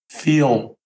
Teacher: Those L's are dark for the most part. · Term: dark L